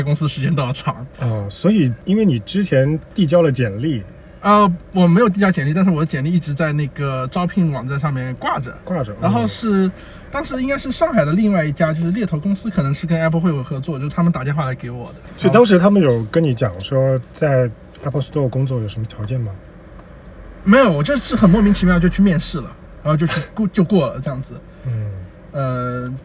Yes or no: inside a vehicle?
yes